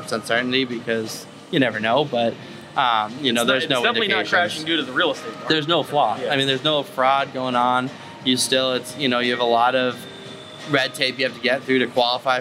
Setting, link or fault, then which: setting, busy venue